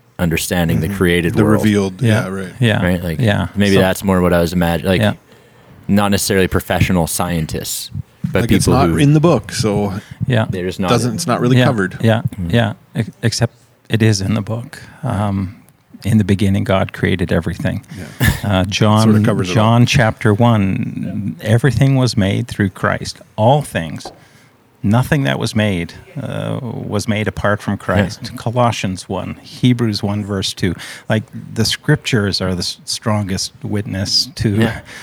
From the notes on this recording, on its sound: In a back room, surrounded by oak barrels and beer